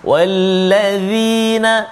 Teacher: zal hujung lidah keluar sedikit kena pergi kacip atas